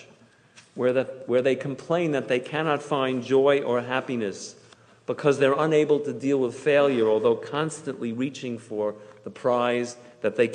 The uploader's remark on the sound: Delivered on Yom Kippur at Temple Emanu-El